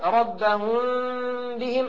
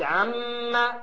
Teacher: أطبقت الشفتين، تمام، لكنه إطباق ضعيف خفيف · Shown in: first take · Term: الإخفاء الشفوي